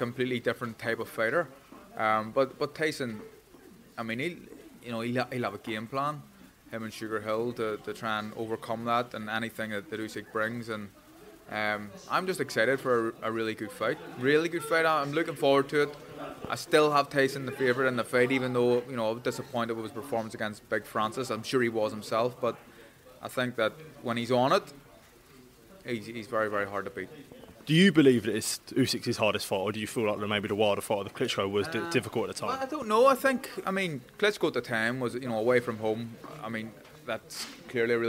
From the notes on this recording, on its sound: At the Queensberry Promotions X TNT Sport show on Friday evening at York Hall.